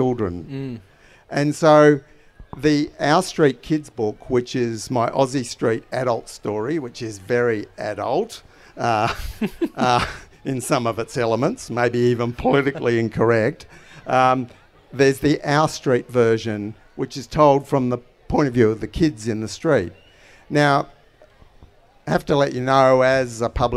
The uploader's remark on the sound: This episode is the final live headline conversation from Renew Fest in May